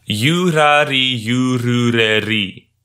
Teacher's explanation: Each syllable is a single mora, in this case, a consonant and a vowel each time. Never more than one consonant after each other.